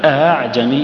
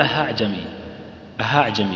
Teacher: الهمزة المسهلة تكون مجهورة لأنك تجد لها أثر في الصدر · Shown in: first take